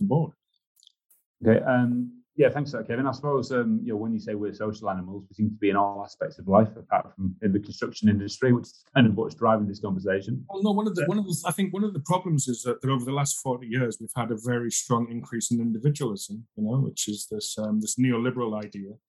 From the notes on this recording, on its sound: We bring you the recording of a webinar. This is the recording of the second online event in the "Transforming Australia's construction industry - a group up approach" series.